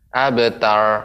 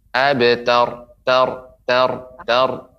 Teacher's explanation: Dia harus ada getaran tapi getaran sedikit. · Shown in: second take